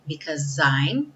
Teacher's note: Because I'm. O S ganhou o som de Z.